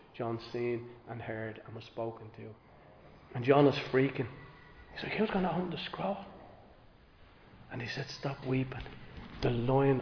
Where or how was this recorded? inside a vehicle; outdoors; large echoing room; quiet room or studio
large echoing room